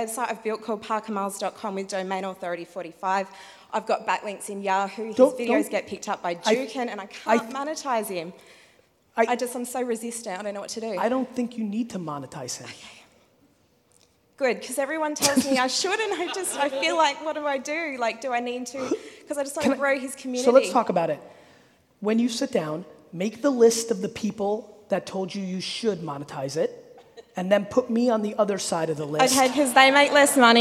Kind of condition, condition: setting, live audience